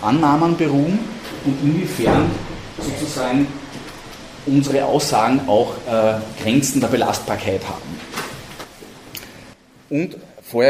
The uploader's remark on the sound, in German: In dieser Folge präsentieren wir die gemeinsame Session der Vorstände von DeGEval und fteval. Die Inhalte dieser Session wurden im Rahmen der DeGEval Jahrestagung 14-16 September 2022 in Linz aufgezeichnet.